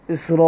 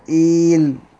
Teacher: فورد النص عن نافع بمد أوله وقصر آخره. مد أوله اللي هو المد المتصل إسراء، وقصر آخره اللي هو البدء إيل.